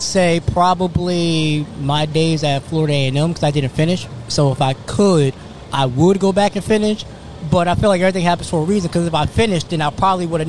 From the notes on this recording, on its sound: This episode was recorded outside